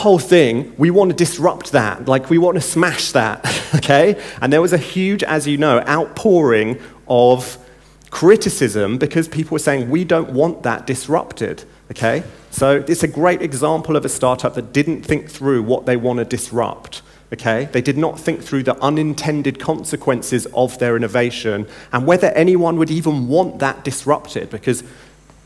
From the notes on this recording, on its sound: In the opening keynote at NEXT17